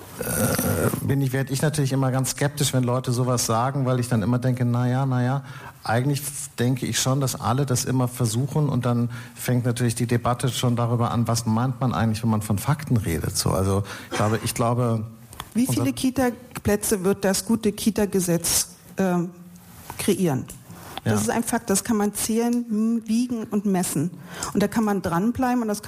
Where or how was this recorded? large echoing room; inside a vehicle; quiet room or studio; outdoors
large echoing room